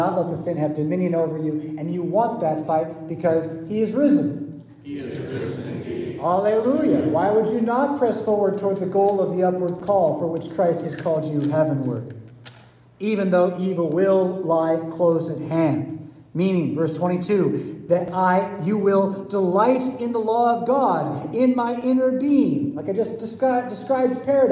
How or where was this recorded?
large echoing room